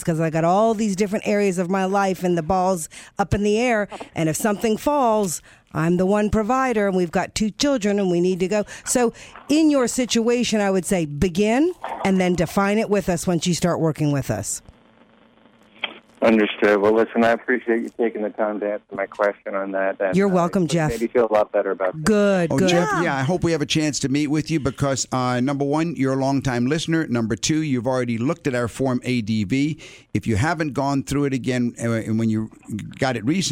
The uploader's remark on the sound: Financial planning call-in show.